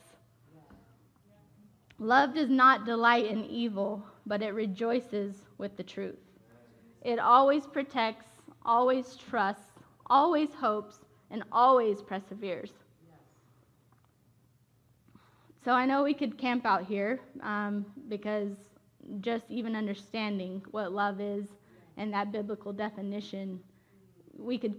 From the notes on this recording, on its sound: Originally recorded at The Church at Asheville in North Carolina on July 18, 2021. This episode of Life Talks with Connect Global on The Connection Podcast was originally recorded at The Church at Asheville in North Carolina.